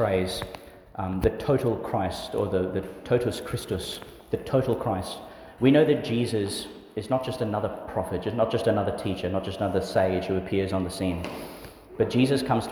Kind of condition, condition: setting, large echoing room